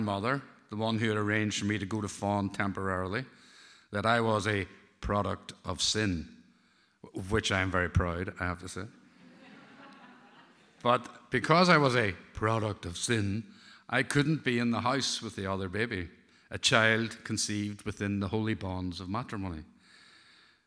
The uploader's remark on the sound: Tenx9 is a live event where nine people have up to ten minutes each to tell a true story from their own life.